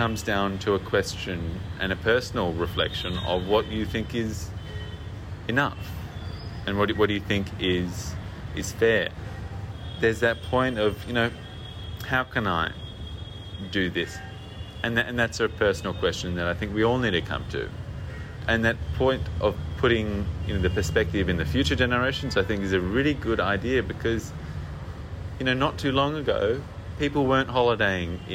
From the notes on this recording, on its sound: We recently exchanged audio messages where we talked about the trip. Me while out walking or on my workday commute. From a rooftop in Lucknow, India.